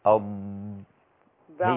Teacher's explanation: يستطيل كأن نسمع في الضاد هذه الاستطالة · Term: استطالة الضاد